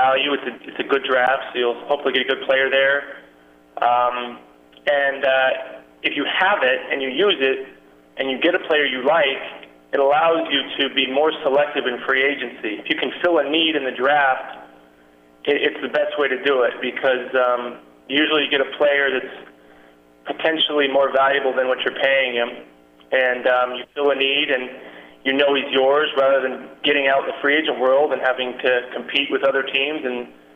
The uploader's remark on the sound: Conference Call